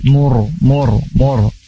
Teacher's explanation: Mursa, mursa, di sini ada ro sukun sebelumnya dhammah, maka ro-nya itu harus dibaca tafkhim tebal